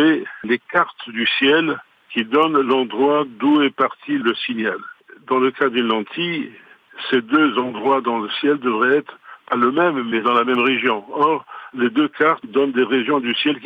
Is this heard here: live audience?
no